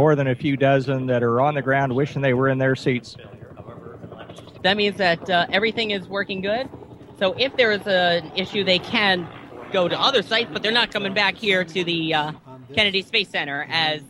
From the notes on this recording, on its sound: The entire team gathered at the Kennedy Space Center to broadcast live coverage of the final space shuttle launch. The final flight of the shuttle program can be heard directly from our own microphones as we narrate the 8 and 1/2 minute climb to orbit which Atlantis performed. Live from the Kennedy Space Center in Cape Canaveral, Florida.